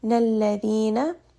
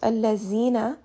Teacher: ذَل is going to be pronounced with the tongue coming in between the teeth. · Shown in: first take · Very important that we are pushing that tongue forward.